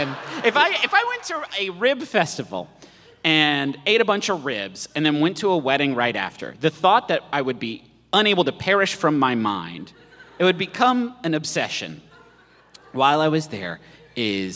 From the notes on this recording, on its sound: This live show, from our recent tour stop in Pittsburgh. We unknowingly distributed 100 KFC Doughnut Chicken Sandwiches to our audience.